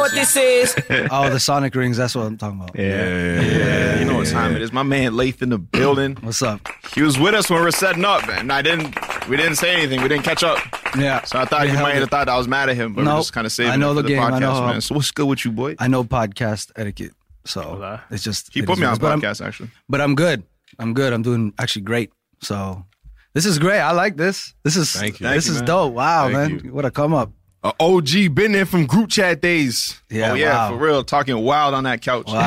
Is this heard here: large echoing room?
no